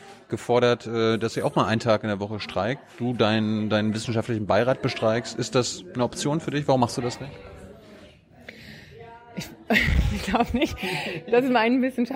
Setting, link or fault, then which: setting, busy venue